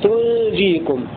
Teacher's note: وقرأ غيره بسكون النون وتخفيف الجيم تنجيكم